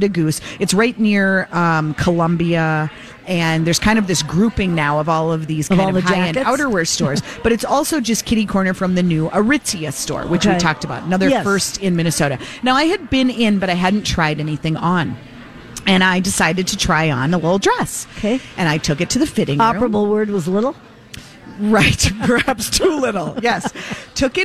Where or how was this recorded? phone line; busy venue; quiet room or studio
busy venue